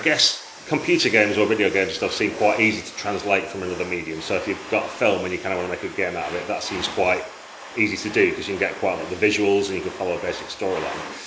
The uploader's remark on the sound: We recorded live where we could and as a result incidental sounds intrude. At The Kraken. Splashed out on a new recording device.